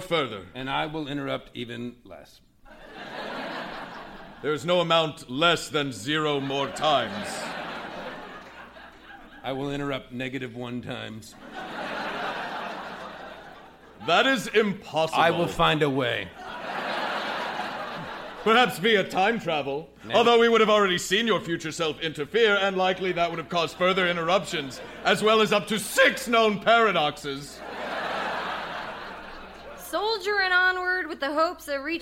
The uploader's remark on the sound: Recorded Live 9/10/2010 at Largo, Los Angeles.